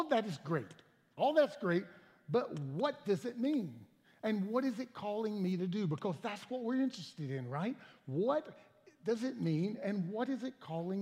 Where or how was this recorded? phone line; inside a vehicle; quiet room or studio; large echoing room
large echoing room